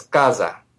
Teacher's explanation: It's simpler if you just have your vocal folds keep on vibrating right through that S, because then, your features there, they're just doing one thing.